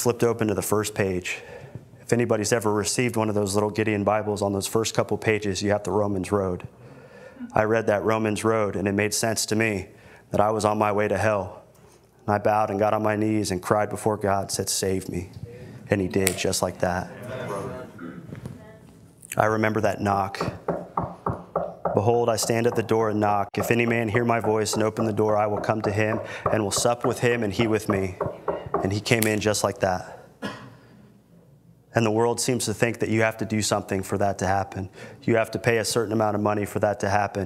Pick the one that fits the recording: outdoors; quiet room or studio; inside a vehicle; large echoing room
large echoing room